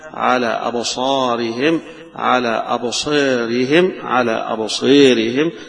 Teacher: الألف اللي بعدها الراء المكسورة، يبقى في هنا إمالة لهذه الألف تمال، وفيها الفتح أيضا وفيها التقليل، يبقى ثلاث قراءات في هذه الألف اللي بعدها الراء المكسور.